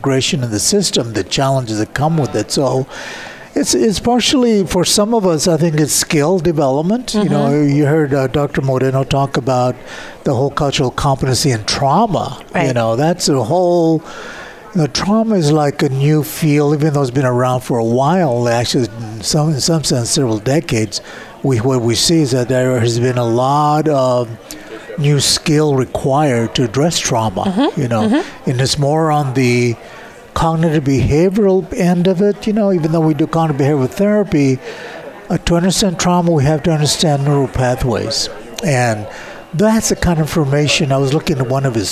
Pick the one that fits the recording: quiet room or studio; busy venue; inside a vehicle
busy venue